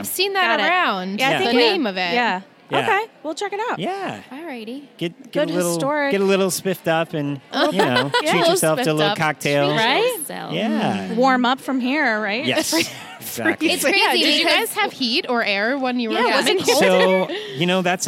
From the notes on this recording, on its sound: Recorded LIVE from TRIC.